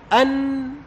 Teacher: النون من طرف اللسان مع ما يحاذيه من لثة الحنك الأعلى